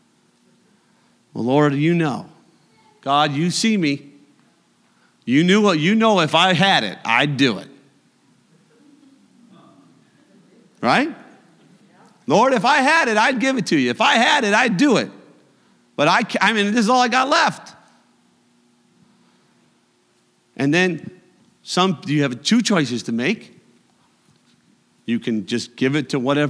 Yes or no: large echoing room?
yes